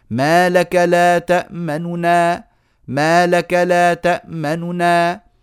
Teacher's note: خفضوا الصوت مع الإسراع فيه بنجيب ثلثي الحركة خفض الصوت مع الإسراع فيه ما لك لا تأمننا ما لك